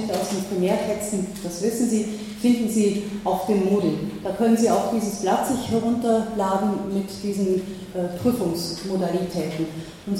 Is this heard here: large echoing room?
yes